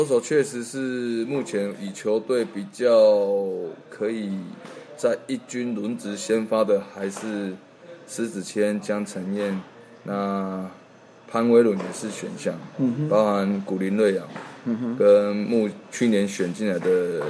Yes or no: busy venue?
yes